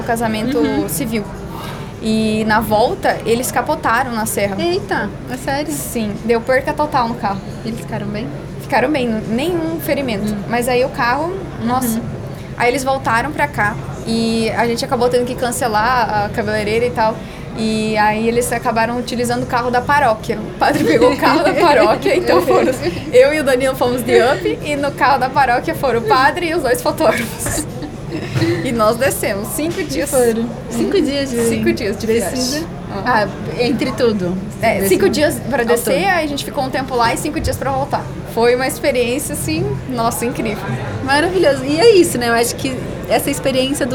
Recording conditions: busy venue